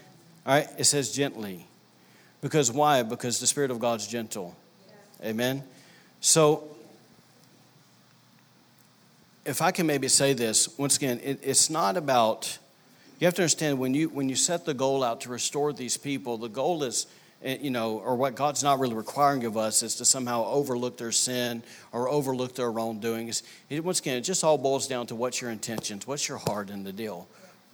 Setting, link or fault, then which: setting, large echoing room